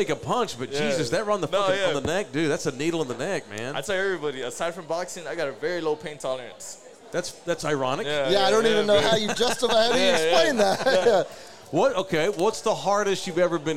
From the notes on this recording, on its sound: Live from McFinnigan's Pub.